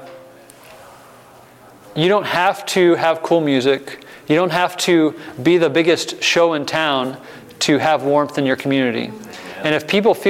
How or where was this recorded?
live audience